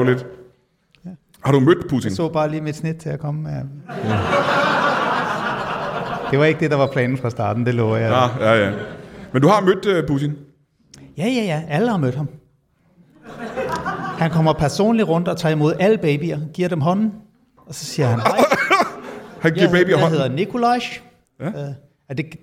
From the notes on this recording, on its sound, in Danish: LIVE fra Comedy Zoo. Optaget på legendariske Comedy Zoo foran et legendarisk publikum.